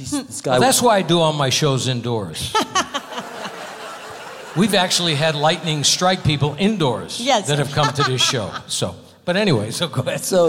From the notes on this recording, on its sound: Live at the SouthPoint Casino.